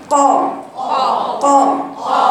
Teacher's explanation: لان الحرف القاف مخرجه اقصى لسان مستعلى، يعني اقصى لسان مستعلى، يعني بقرا القاف هكذا ق ق ما فيهاش هواء، حطي كده ايدك امام فاك مش ق، ولسانك مفروض ابدا قا.